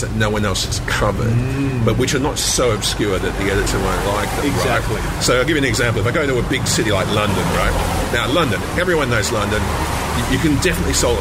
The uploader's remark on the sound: outside a Rokeby Road cafe